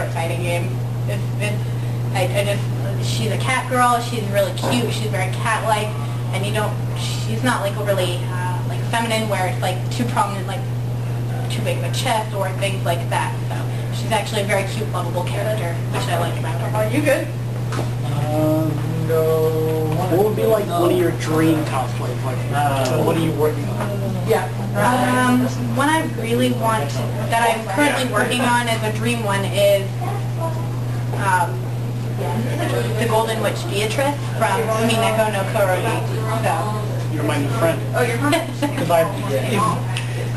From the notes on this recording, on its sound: From Pop Cult Anime Con. This was the 2nd ever interview we did, so sorry in advance for audio issues.